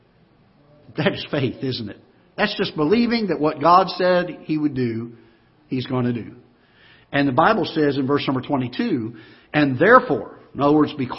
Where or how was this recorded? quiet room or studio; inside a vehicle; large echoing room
large echoing room